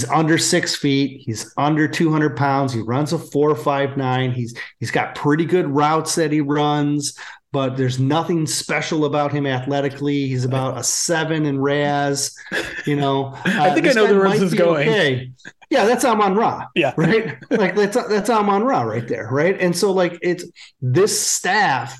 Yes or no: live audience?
no